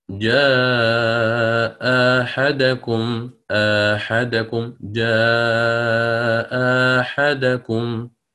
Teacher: أرى أن الحرف الذي يلي الهمزة الثانية متحرك، فحينها سأتي بالقصر